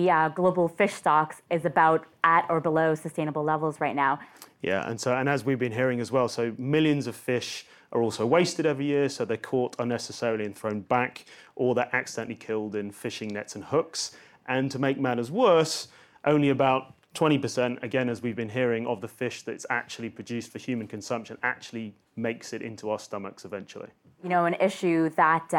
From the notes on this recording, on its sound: This episode was recorded live at the YFood London Food Tech Week.